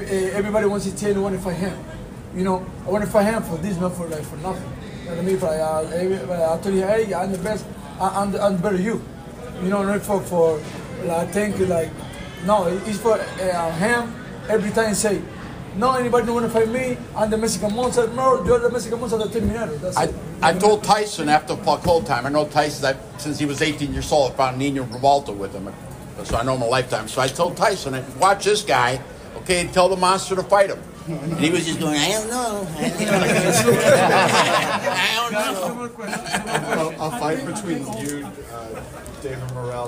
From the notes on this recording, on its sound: In the press conference at the Armory. The high-energy, multi-lingual post-fight press conference, presented in its entirety by the Minnesota Fight Night podcast.